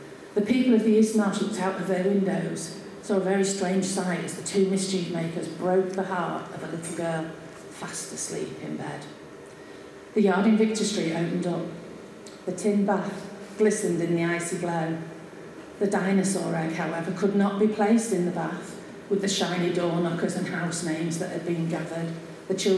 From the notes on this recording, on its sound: This mini-episode is our penultimate recording made at the very successful book launch of Tales from the East Marsh by our very own East Marsh Writers Group, Quills.